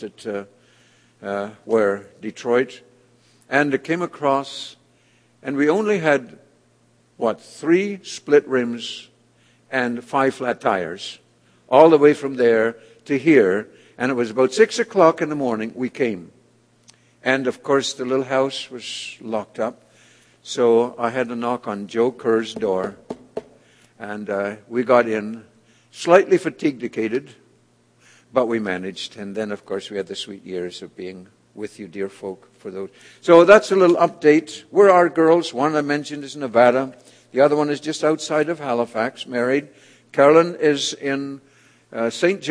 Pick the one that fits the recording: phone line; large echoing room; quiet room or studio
large echoing room